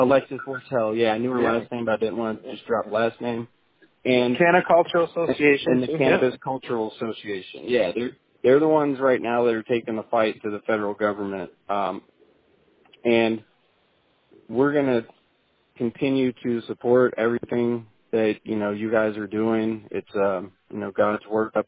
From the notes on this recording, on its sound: This was recorded by phone after the hearing while he was on his way to his next meeting.